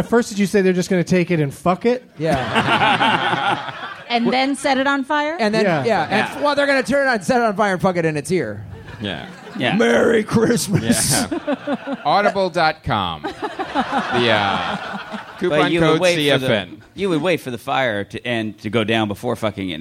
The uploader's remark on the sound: RECORDED IN FRONT OF LIVE AUDIENCE AT 2015 AUDIBLE LA PODFEST.